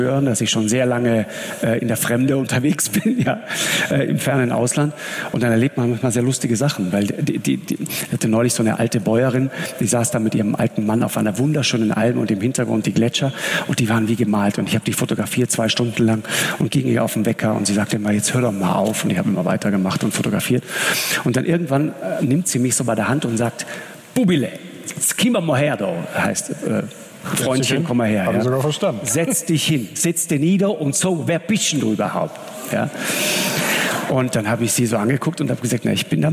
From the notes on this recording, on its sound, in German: Nun war der Moderator zu Gast in Augsburg: Im Live-Interview. Und zog das Publikum mit Geschichten über seine Expeditionen in den Bann. Das ganze Gespräch der Reihe "Augsburger Allgemeine Live".